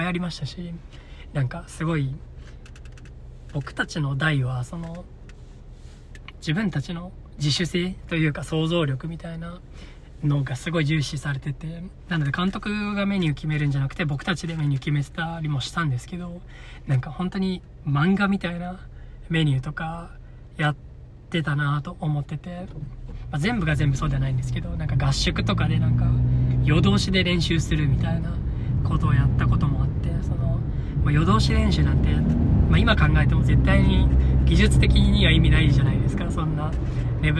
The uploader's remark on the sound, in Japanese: 初の車内収録でした。時々騒音等あると思いますが、ご了承ください。